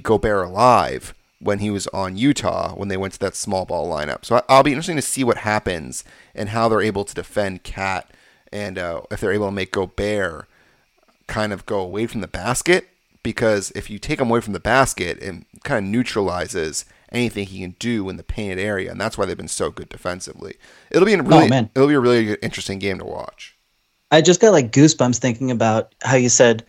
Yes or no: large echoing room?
no